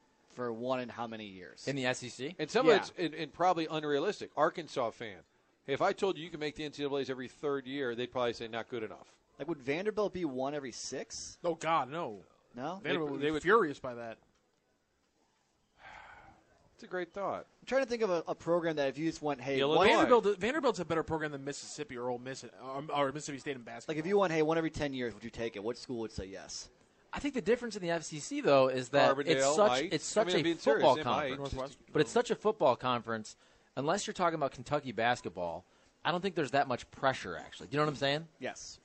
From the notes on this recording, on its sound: broadcasting live from Schnucks off Lemay Ferry